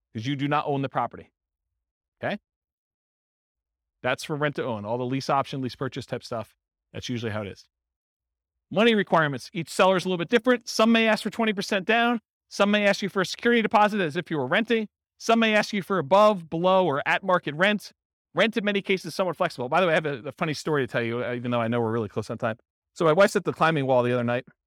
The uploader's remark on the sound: This was a live class recorded